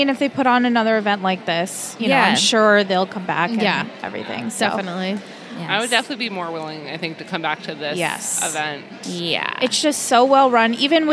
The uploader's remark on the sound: Recorded LIVE from TRIC.